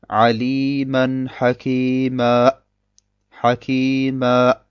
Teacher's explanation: Dieses Abschneiden des Tons ist eine Hamza.